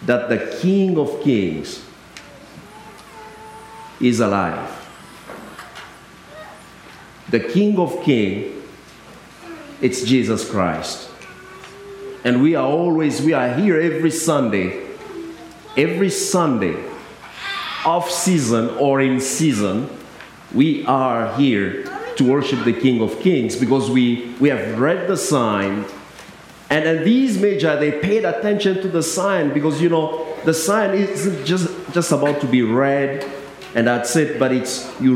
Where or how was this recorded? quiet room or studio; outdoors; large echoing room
large echoing room